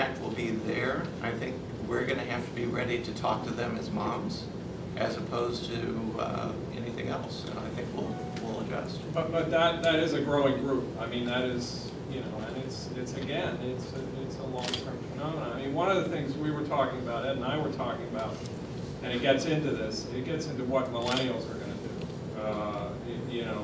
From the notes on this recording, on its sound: WASHINGTON, DC. Appeared before a breakfast discussion of The Ripon Society.